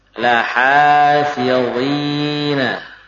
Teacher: Huruf tebal yang kasroh diikuti ya sukun, ya. Maka tebalnya tidak terbawa kepada huruf ya-nya.